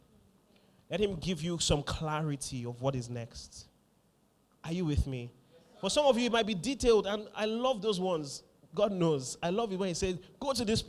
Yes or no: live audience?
yes